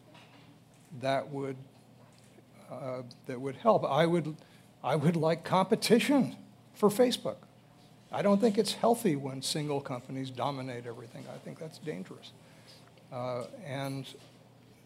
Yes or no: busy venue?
yes